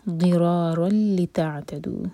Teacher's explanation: ضاد ہیوی اور ہماری زبان کی جو سائڈ ہے، سائڈ والے جو دانت ہیں وہاں پر کس کے لگے گی مولرز میں اندر کی طرف